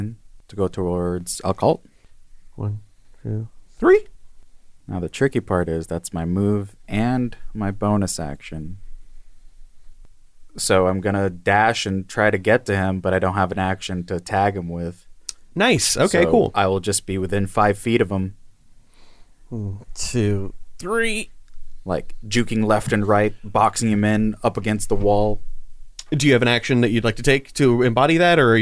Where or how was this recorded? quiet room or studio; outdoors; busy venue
quiet room or studio